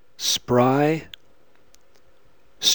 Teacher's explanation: R is not unvoiced, or only slightly unvoiced, following sp, st, and sk.